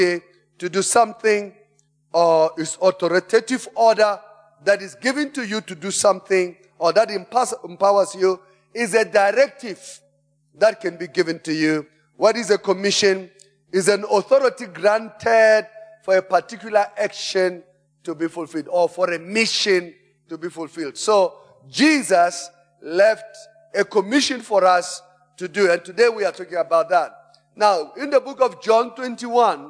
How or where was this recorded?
large echoing room